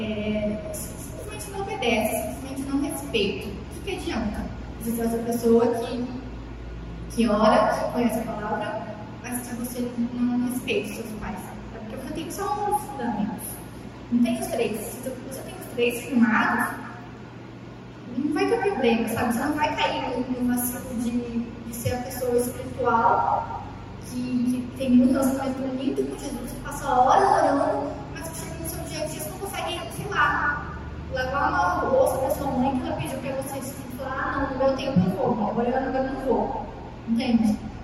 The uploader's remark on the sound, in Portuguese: Culto de experiência Ao Vivo/Online da rede Alfa, a rede de jovens e adolescentes da Igreja Batista Nacional Peniel de Cuiabá.